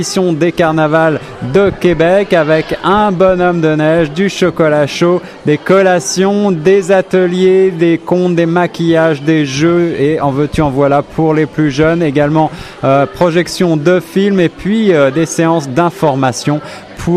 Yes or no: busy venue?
yes